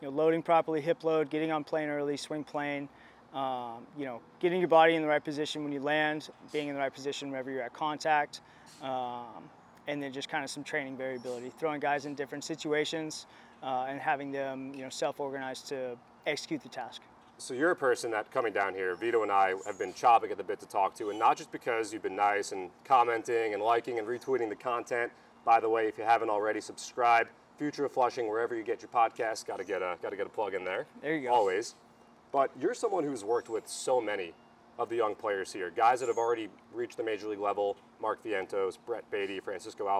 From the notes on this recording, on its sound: Live From Spring Training.